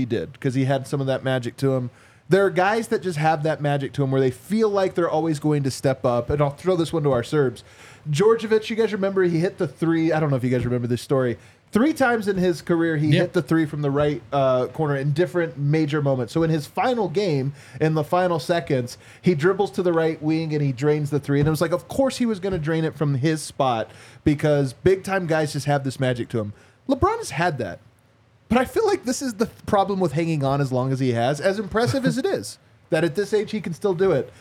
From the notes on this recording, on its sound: LIVE from the DNVR Bar